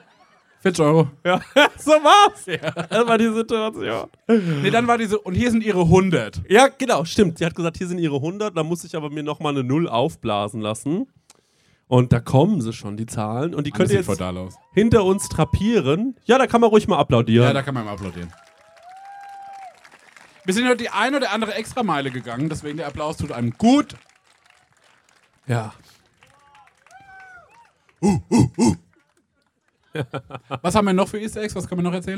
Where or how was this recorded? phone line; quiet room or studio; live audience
live audience